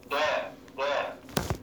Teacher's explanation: الدال بيخرج من ظهر طرف اللسان، يعني من ظهر طرف اللسان مع التصاقي باصول الثنايا العليا